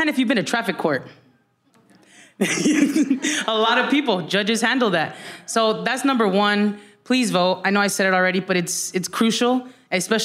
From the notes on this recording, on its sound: This episode was recorded in front of a live audience during “Tamarindo Live: A Celebration of Community” at The Pop-Hop in the Highland Park neighborhood of Los Angeles, where a beautiful community of Tamarindo listeners joined us.